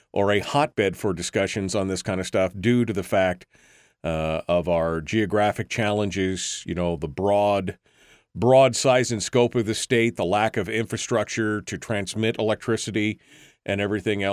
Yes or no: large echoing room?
no